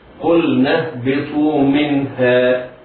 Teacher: النون في منها نون ساكنة بعدها هاء في كلمة واحدة، حكمها الإظهار الحلقي